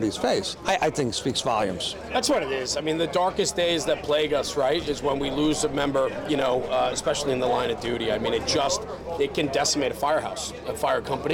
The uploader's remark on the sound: At this years' NJ Firefighter's Convention in Wildwood, NJ. This interview was hosted in the Fire and Safety Services exhibit space during the conference.